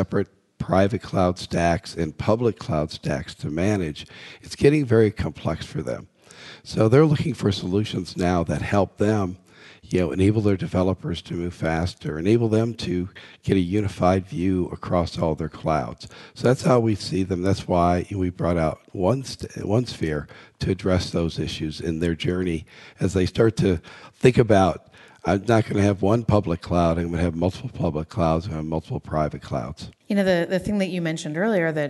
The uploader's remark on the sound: Intel Chip Chat Live - HPE Discover - 2017